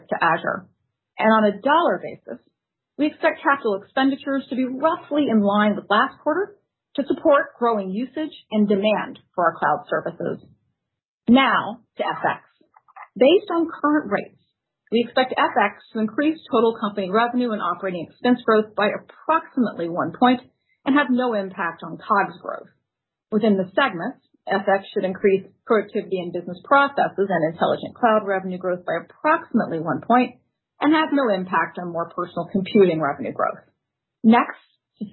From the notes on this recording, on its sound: Conference Call